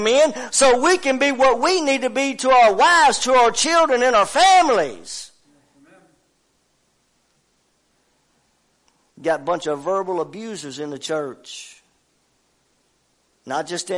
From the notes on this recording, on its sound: WELCOME TO OUR LIVE SERVICE. Family Worship Center in Athens Tennessee. To stream our music live over the internet.